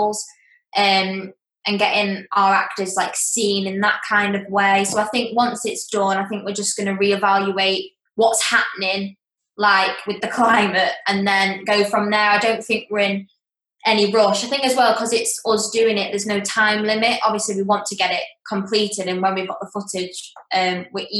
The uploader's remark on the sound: The Zoom season continues.